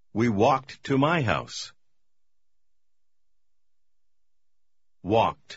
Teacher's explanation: Помните, что «l» во втором слове не произносится.